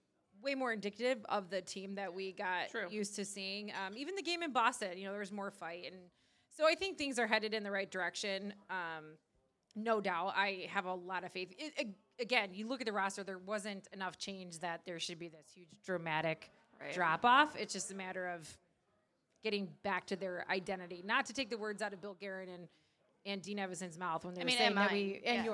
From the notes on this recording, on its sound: Went live from Dukes Pizza-Pub-Grill in Oakville.